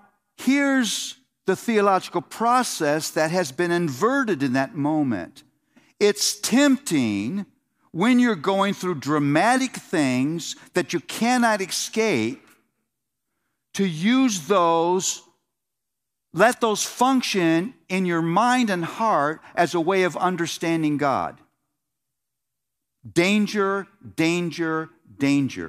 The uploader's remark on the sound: The Gospel Coalition’s 2019 National Conference in Indianapolis, Indiana